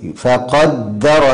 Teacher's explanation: يرقق القارئ يرقق حرف الدال فقدره، لأنه وقع بين مفخمين القاف والراء المفتوحة المفخمة